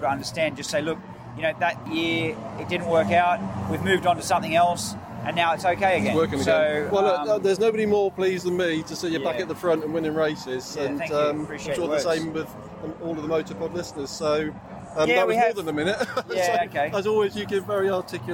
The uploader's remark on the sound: A number of interviews from the Moto-America paddock at Barber Motorsports Park. This is followed by some brief chats at Donington Park BSB.